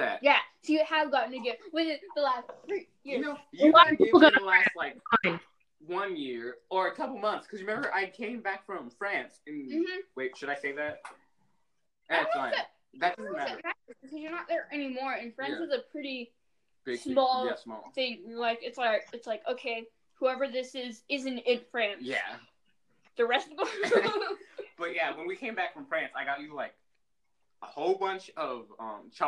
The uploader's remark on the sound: There was a LOT of editing to do. Anyway I hope you enjoy the episode despite the horrible audio and random cuts.